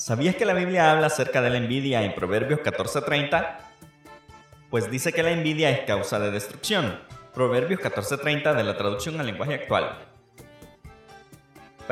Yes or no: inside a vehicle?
no